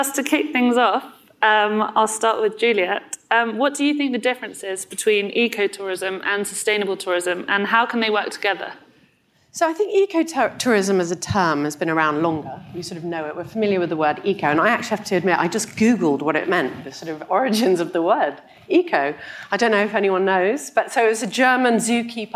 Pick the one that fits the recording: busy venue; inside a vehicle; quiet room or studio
busy venue